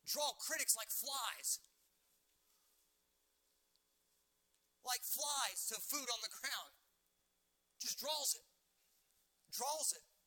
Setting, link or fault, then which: setting, large echoing room